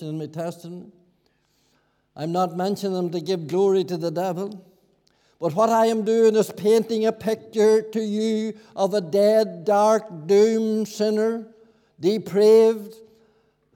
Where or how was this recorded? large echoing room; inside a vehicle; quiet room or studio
large echoing room